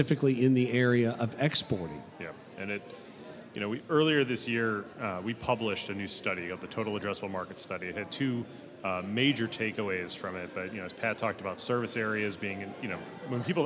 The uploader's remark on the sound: Broadcasting live from the Florida Association of Government Guaranteed Lenders Conference. Recorded live at this year’s FLAGGL Small Business Lender’s Conference hosted at The JW Marriott Orlando, Grande Lakes.